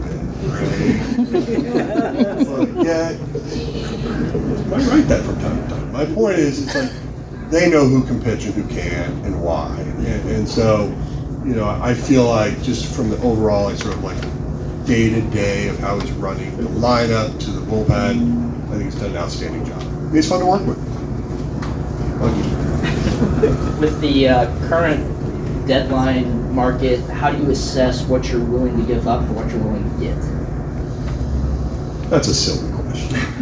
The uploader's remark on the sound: I'm releasing the audio from Cardinals Blogger Day at Busch Stadium. Sorry about the audio quality; the recording was done with my phone.